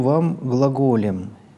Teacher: начало с понижения и выход потом с повышением на основной тон